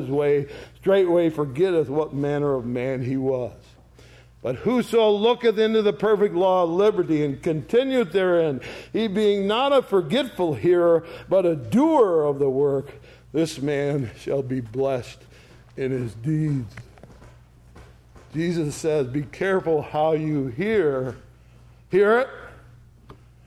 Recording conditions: large echoing room